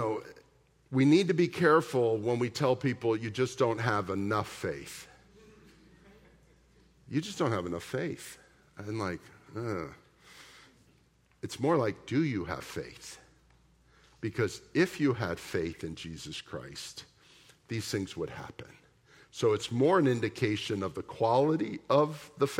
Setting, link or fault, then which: setting, large echoing room